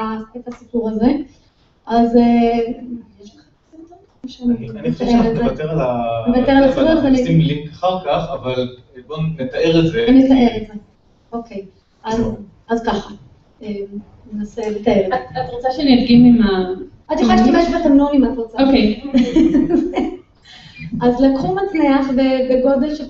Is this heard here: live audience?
yes